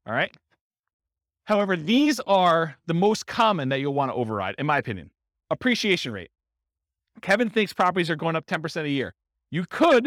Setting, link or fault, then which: setting, live audience